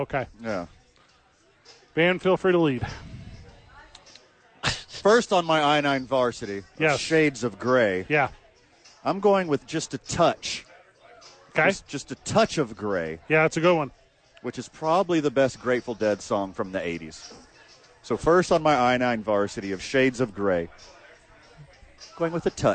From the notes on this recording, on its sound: live from ABQ AXE!